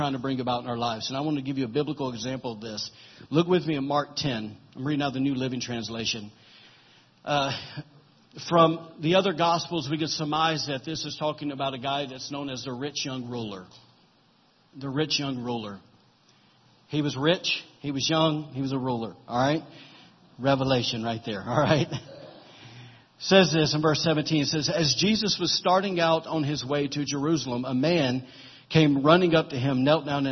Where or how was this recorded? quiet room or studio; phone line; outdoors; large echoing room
large echoing room